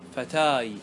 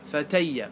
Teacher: يقلبون ألف فتى إلى ياء ثم يدغمون الياء في الياء · Shown in: second take · Term: انقلابها ياء